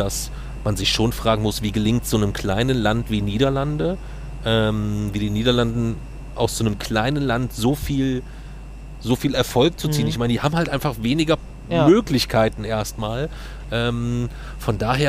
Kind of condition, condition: setting, outdoors